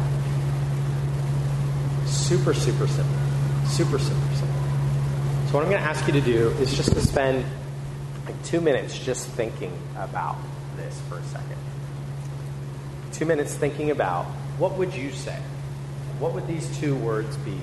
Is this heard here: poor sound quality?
yes